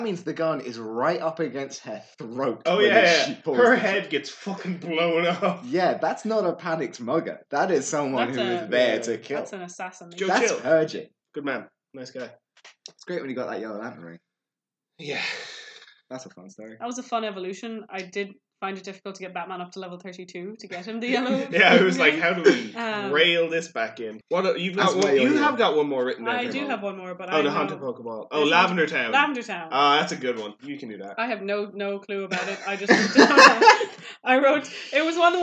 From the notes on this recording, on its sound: Disclaimer due to issues with the audio this one isn't the best!